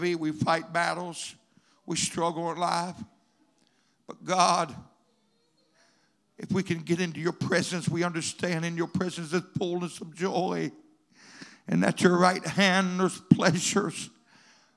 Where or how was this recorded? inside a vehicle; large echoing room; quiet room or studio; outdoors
large echoing room